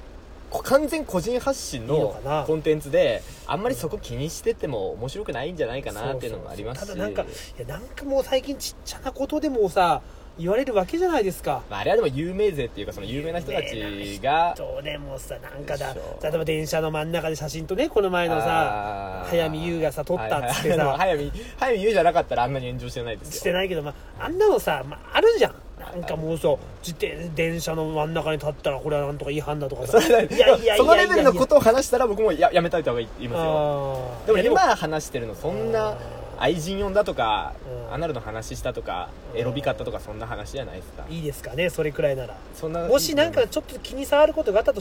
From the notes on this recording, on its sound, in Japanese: いつもの営業車の中で無駄話